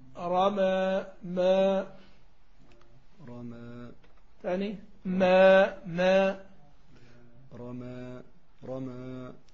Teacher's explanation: الفتحة بتاعت الميم تقربها إلى الكسر · Term: الإمالة